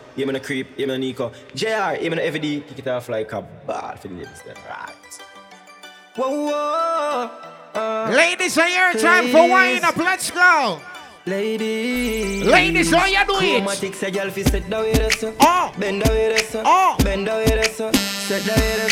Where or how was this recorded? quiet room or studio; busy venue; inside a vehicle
busy venue